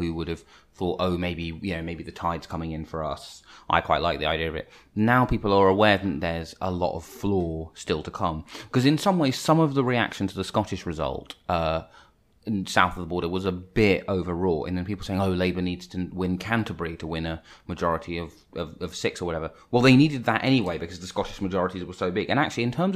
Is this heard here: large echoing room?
no